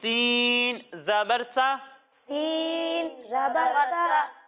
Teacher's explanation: جب ہم سین کی ادائیگی کریں گے تو اسے باریک پڑھیں گے اور اس میں سیٹی کی آواز آئے گی